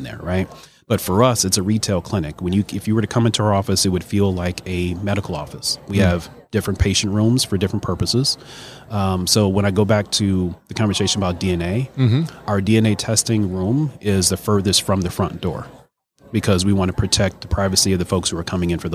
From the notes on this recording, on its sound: LIVE from SOAHR 2023. At the Business RadioX® remote.